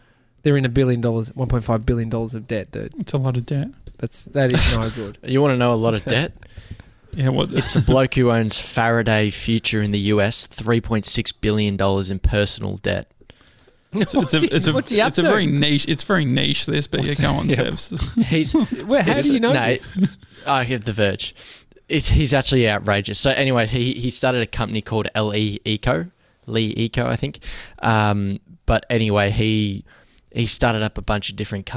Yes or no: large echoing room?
no